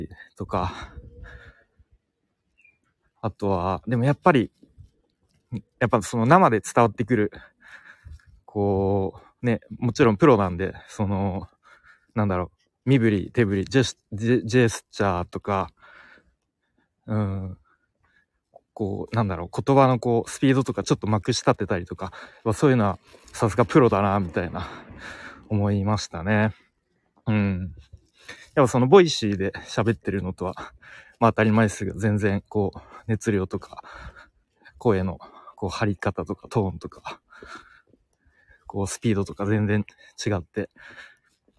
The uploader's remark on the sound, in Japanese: 西野亮廣講演会からの帰り道にノリで収録しました。